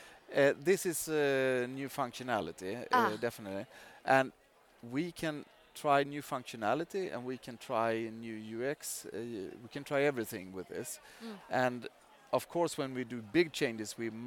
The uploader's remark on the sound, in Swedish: Live-podd från Ingenjörsdagen i GBG och Luleå. Som spelades in live på Ingenjörsdagarna i Göteborg och Luleå.